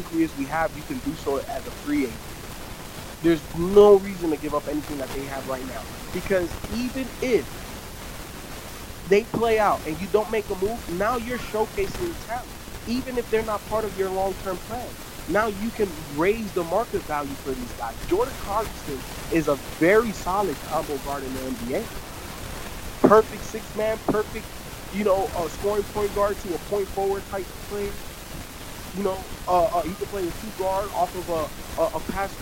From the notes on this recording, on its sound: Please note there is a hissing noise in the recording.